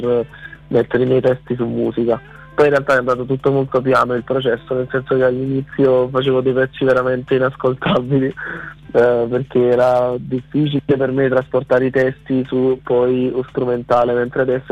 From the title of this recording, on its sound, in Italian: INTERVISTA TELEFONICA